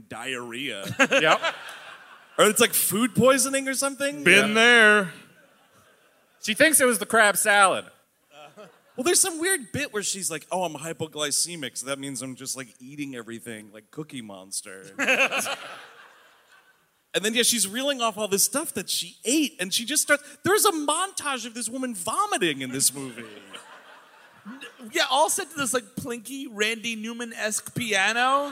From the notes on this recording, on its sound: Live in Portland. The gang is live from majestic Portland, Oregon. Recorded on the recent west coast tour at the beautiful Aladdin Theater.